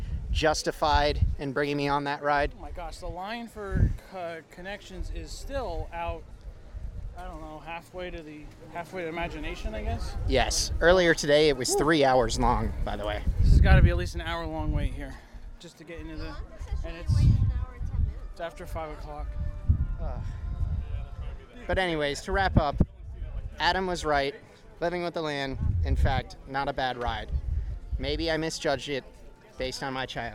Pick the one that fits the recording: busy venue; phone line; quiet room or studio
busy venue